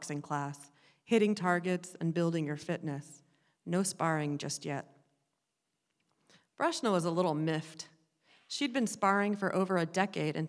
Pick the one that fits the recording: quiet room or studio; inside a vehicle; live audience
live audience